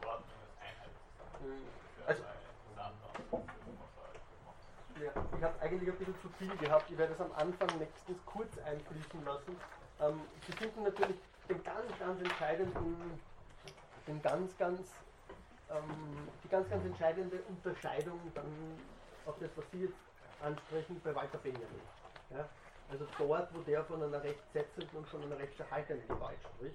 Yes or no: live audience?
yes